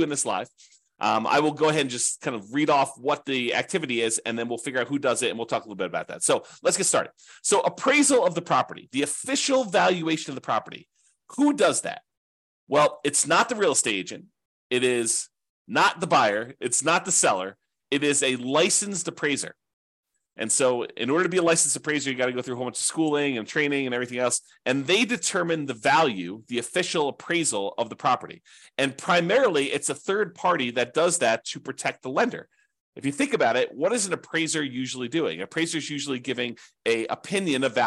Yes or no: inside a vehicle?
no